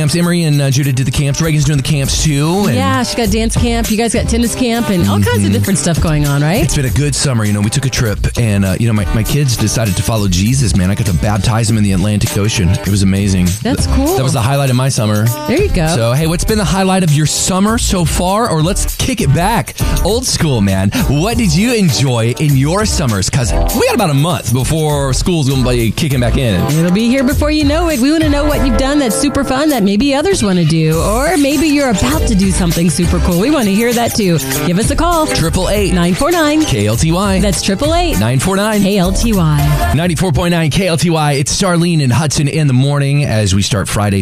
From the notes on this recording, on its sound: Listeners call in to chat about summertime memories and things they look forward to doing this summer. 94.9 KLTY.